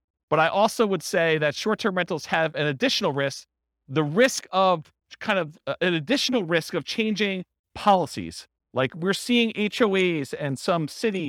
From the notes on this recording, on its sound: This was a live class recorded